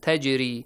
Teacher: Jim is like pronounced with a bouncing sound or echoing sound.